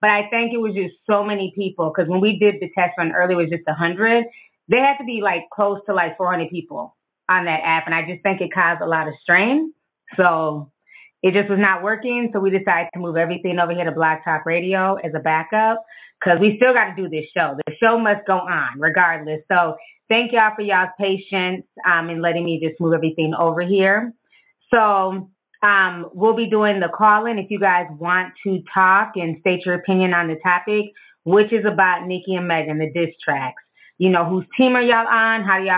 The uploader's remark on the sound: this episode is a call in show